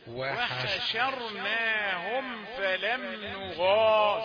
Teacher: شين رقيقة ثم راء مفخمة. انت بتفخم الشين علشان خاطر الراء.